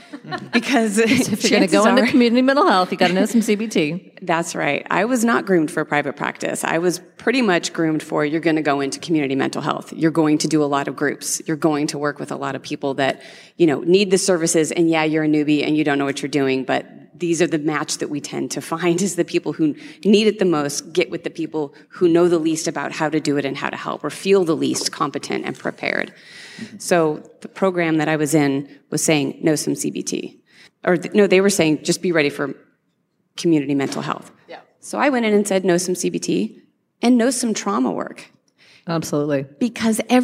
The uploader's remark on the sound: Live Podcast. Live at Therapy Reimagined 2019.